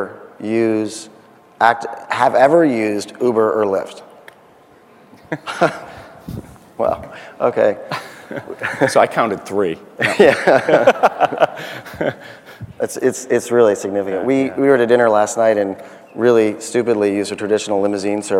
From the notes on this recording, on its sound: The best of live interviews from GreenBiz events.